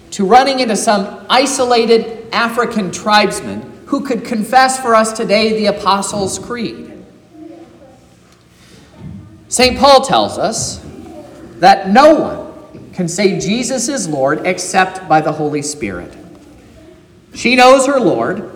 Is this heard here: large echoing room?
yes